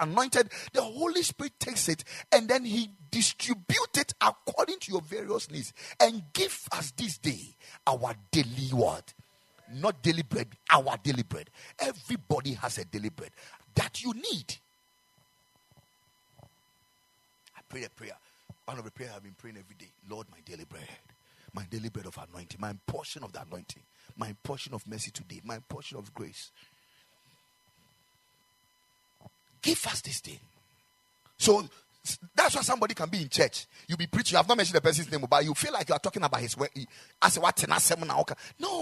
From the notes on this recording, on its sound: Preached at the Ekklesia Chapel